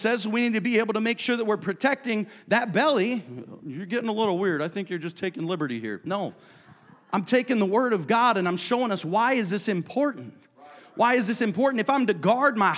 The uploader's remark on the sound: a service recording from Connect Point UPC